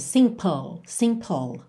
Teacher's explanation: Lembra que o som termina na letra L. Você faz um PL, L lá no céu da boca, a língua no céu da boca.